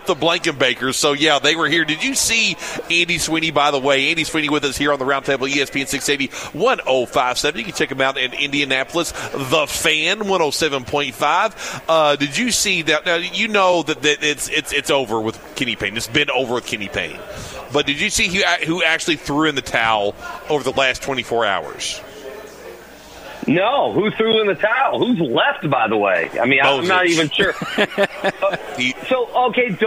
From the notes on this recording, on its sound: Broadcasting live from BW3s on Westport Road!